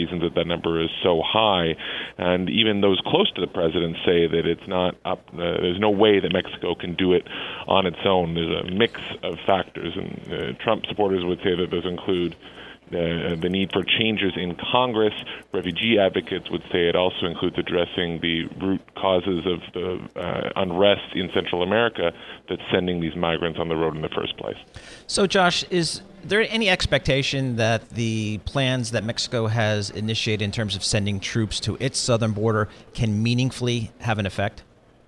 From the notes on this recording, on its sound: Broadcasting Live from the BNY Mellon Pershing INSITE conference in Phoenix.